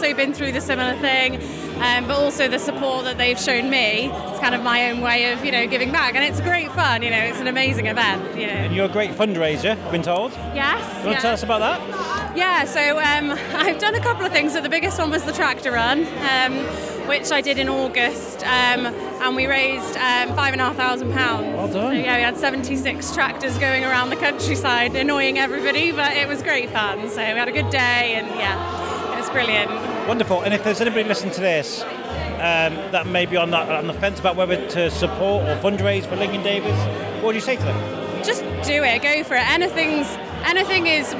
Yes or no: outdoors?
yes